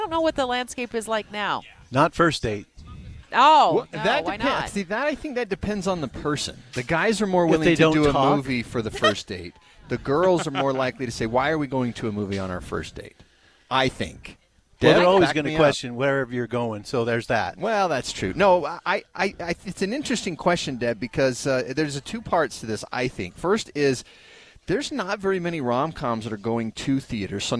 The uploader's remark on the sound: broadcasting live from ARUP Blood Services in Sandy